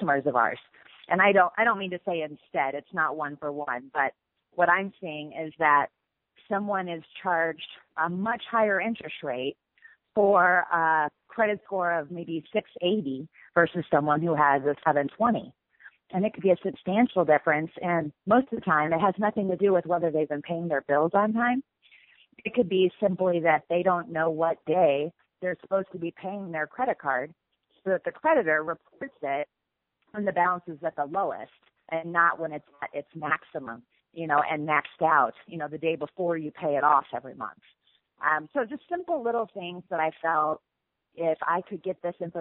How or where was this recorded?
phone line